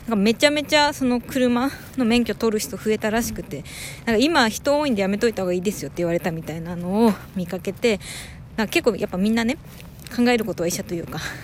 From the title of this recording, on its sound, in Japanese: 歩きながら録ってみた